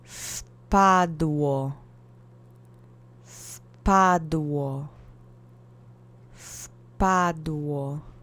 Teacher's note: The accent is on the first syllable. · the V sound in the very beginning sometimes gets softened, especially when it's in front of another consonant.